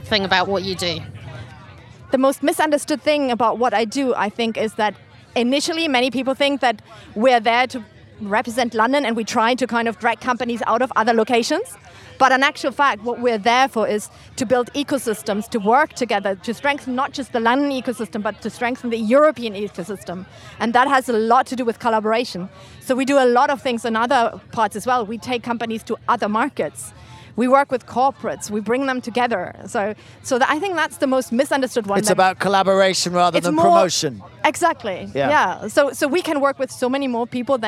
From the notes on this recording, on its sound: Recorded live on a Eurostar from London to Paris